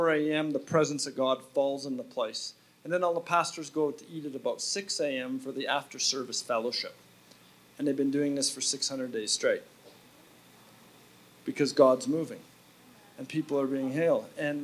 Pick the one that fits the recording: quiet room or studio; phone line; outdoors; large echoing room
large echoing room